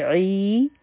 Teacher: عین به د حلق نه ادا کو او دوه حرکه به یې راکاږو دا به شي عی ځکه چې دا حرفی مده دی او